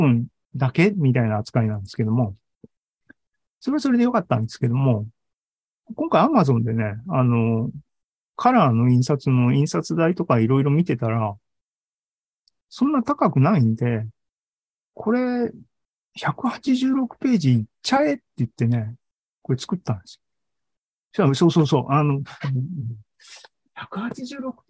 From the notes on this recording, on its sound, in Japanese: ZOOMライブの模様です